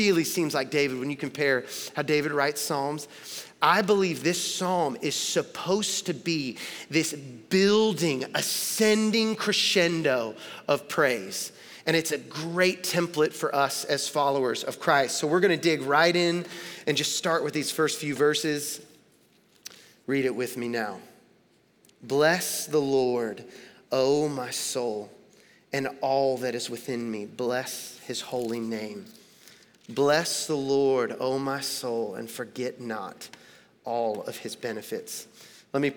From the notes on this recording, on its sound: Recorded live at Long Hollow Church on July 26, 2022.